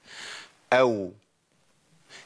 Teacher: الواو بتخرج بانفراج بين الشفتين، أو لكن الباء بتخرج بانطباق الشفتين، أب.